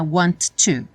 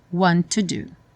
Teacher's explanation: want to do só tem um som de T · Shown in: second take · não é want to.